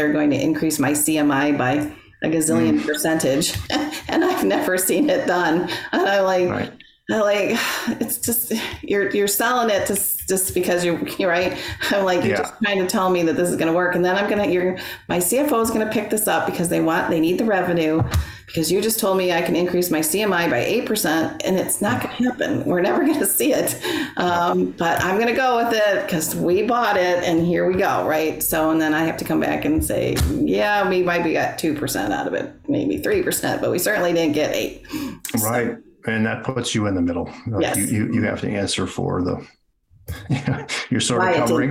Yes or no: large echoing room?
no